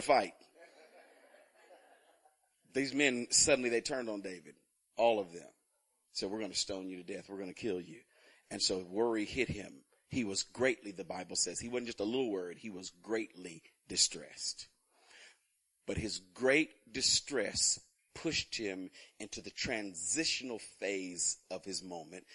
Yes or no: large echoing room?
yes